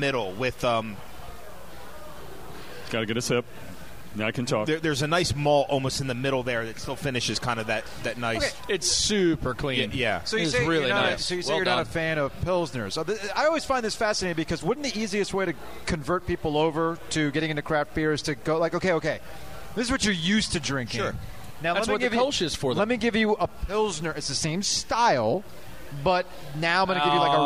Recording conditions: busy venue